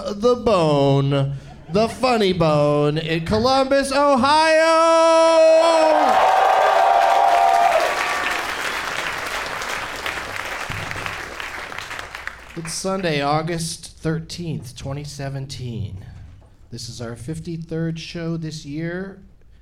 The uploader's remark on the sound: Live from the Funny Bone in Columbus, OH